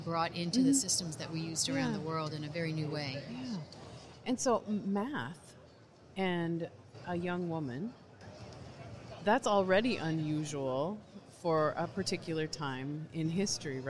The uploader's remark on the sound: live from the floor of the 2019 NSC Expo